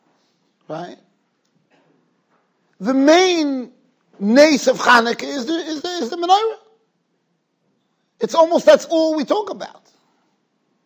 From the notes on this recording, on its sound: Shiur recorded in Yeshivas Ohr Reuven, Monsey, NY.